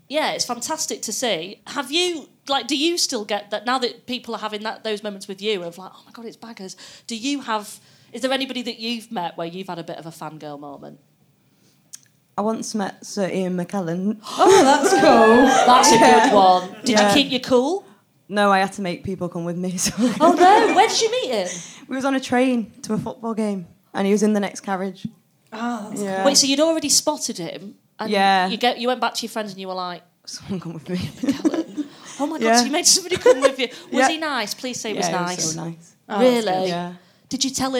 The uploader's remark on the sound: on home turf at the Komedia club